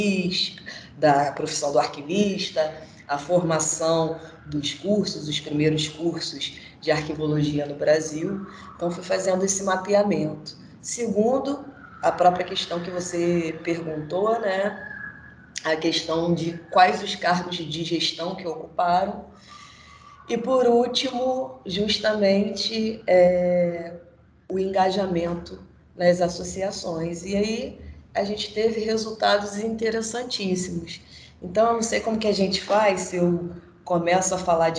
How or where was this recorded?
video call